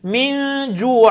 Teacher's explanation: نون ساكنه بعدها الجيم، اخفاء حقيقي، من جوع، والجيم فيها شده.